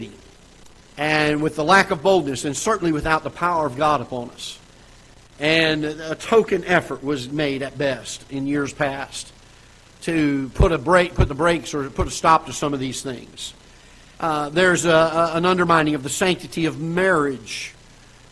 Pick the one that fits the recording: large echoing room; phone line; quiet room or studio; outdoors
large echoing room